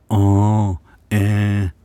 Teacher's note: at vokalen går ut gjennom nesen samtidig